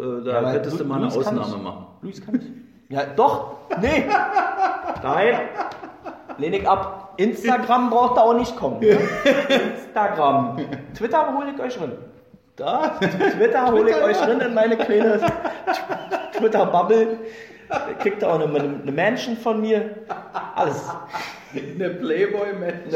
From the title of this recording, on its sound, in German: Der Livepodcast